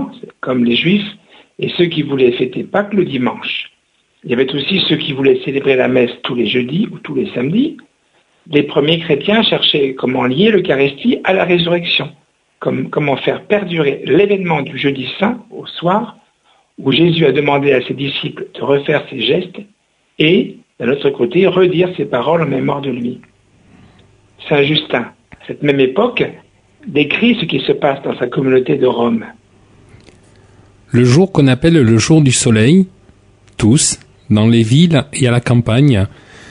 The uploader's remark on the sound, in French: invité par téléphone